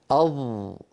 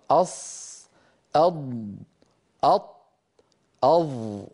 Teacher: الحرف المطبق من حيث انحصار الصوت، ينحصر الصوت بالحرف المطبق بين اللسان والحنك الأعلى · Term: الإطباق